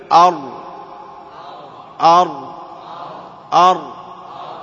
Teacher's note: يميز الراء أيضا الاستعلاء، لأن تستعلي اللسان إلى الحنك الأعلى، فيكون فيه صفة الاستعلاء، لأنه من طالب العلو.